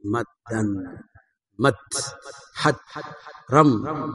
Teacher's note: تدغم الدال الأولى الساكنة في الدال الثانية